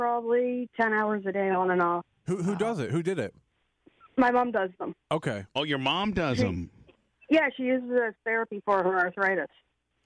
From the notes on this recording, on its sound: takes some phone calls during the show!